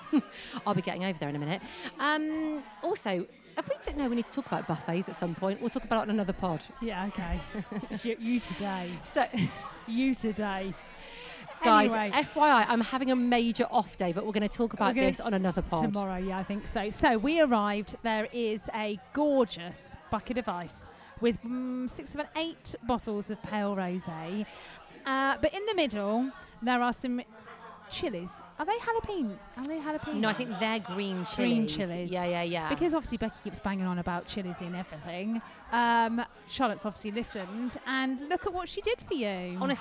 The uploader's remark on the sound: We are live form The Maynard with an audience!